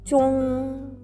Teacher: ンゴと読みます。ジョンはですね、えー、ZHONG の第一声、高く平たく伸ばす音。2つ目の国という文字、これはグオと読みます。グオ、GUO えー、と発音あ、えー、と成長はですね第2声ですので下から上にずり上がるように発音してくださいそしてこの最初の文字チョンはですね、えー、最初が ZH で始まっていますので、反り下音になります。口の中で下を反り上げて、その左右から、左右の隙間から息を漏らすようにして、シーンを作ります。チョンですね。はい。そして、えー、これはですね、NG で終わっていますので、口の、えーと、舌がですね、歯の裏とかどこにも当たらない状態で、えー、音が完結、音が終了します。チョーンというね、鼻に抜ける N の音になります